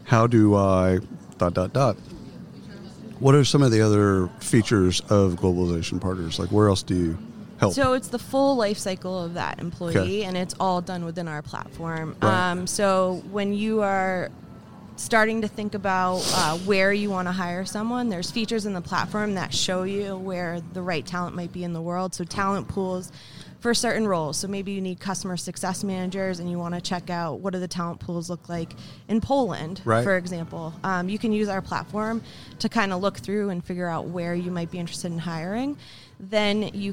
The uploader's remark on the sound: Live from SHRM 2022